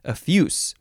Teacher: Not with a Z sound, with an S sound. Effuse. Adjective from circa 1530.